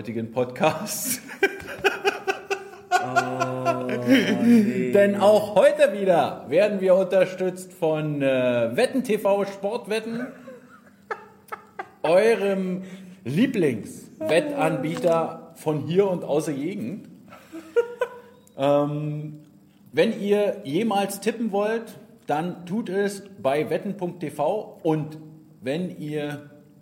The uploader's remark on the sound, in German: Der Livepodcast